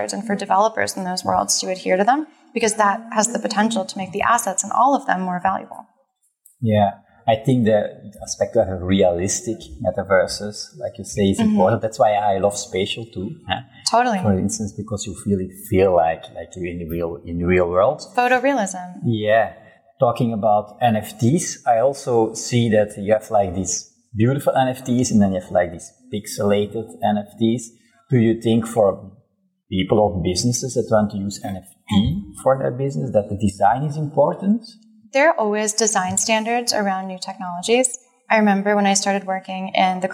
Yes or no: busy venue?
yes